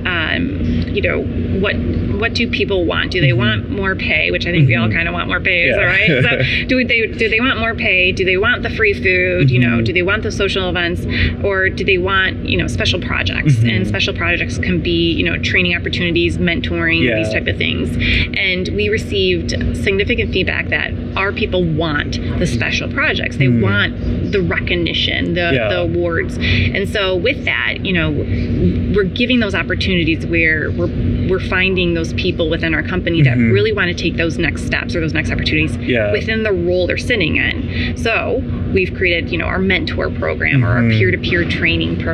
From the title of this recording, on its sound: LIVE AT NAA